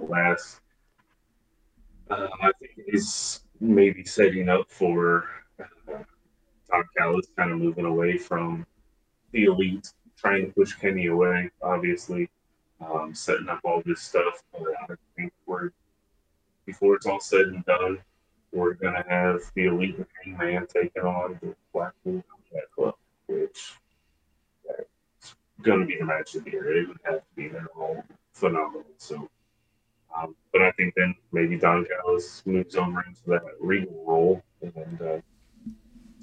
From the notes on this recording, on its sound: Forgive the audio, it's the first show.